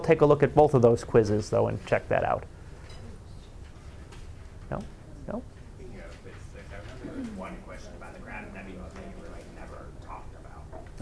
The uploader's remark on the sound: Live Class Lecture